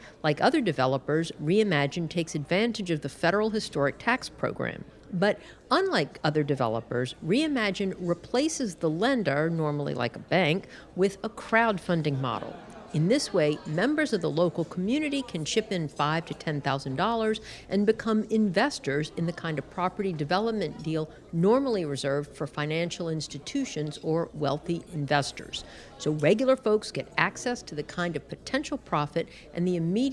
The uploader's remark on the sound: Out to Lunch is recorded live over lunch at Mansurs On The Boulevard